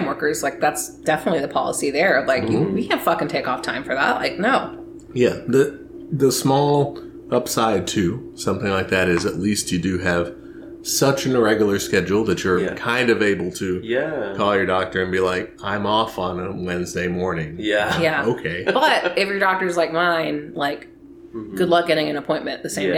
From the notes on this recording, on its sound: There is also a very cute kitten in the background so pardon the noise.